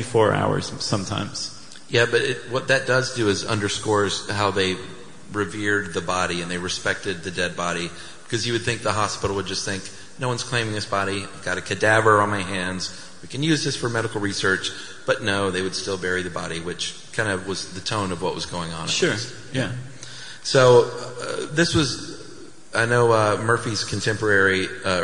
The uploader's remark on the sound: Stuff You Should Know Live in London